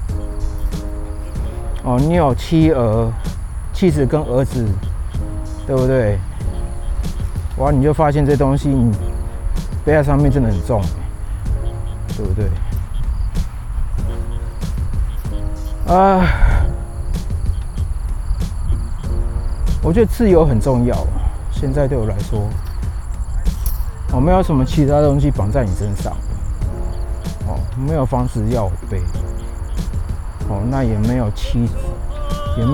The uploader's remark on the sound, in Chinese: 邊走邊講，這晚我在河濱講。本集順便測試戶外的環境收音情形，感覺效果不錯，只是風大會吹爆gain，還好是幾秒時間。